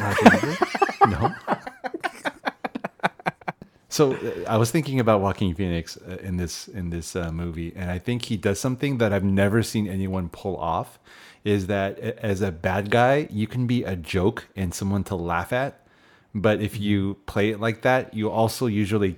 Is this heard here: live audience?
no